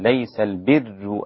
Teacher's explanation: قلنا أن النصب لحفص وحمزة فقط، النصب يعني الفتح، ليس البر، والرفع اللي هو الضم لباقي الأئمة ومنهم ورش، وورش له زيادة وهو ترقيق الراء